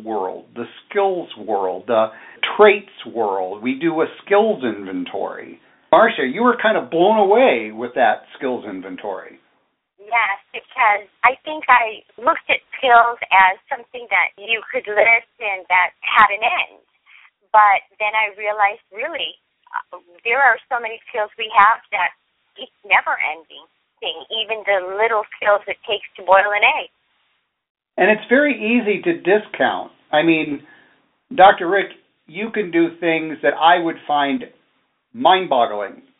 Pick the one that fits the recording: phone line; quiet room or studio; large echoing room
phone line